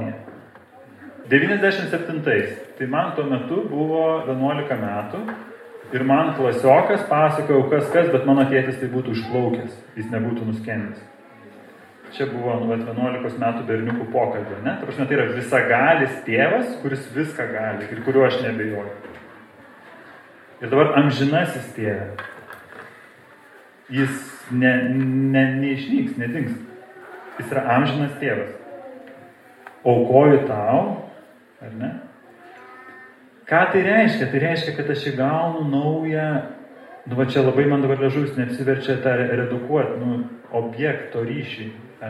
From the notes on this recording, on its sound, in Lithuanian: Įrašas iš Šeimų festivalio